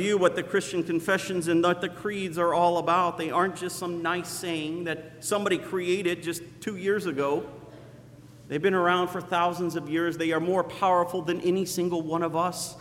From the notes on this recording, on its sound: Sermon preached on Sunday, December 1st at Zion Lutheran Church in Muscatine, Iowa.